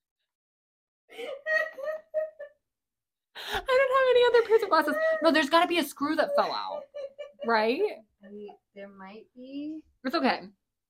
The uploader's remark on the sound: Sorry again for any bad audio, we are working hard to get things on track!